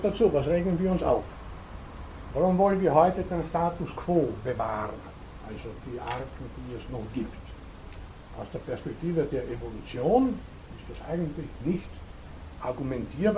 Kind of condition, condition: setting, large echoing room